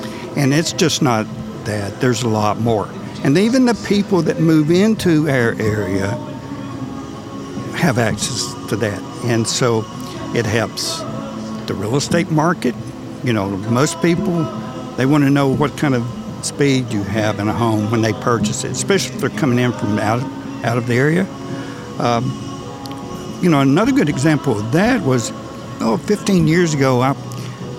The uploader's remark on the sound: LIVE from the 2023 Ben Lomand Connect Annual Meeting!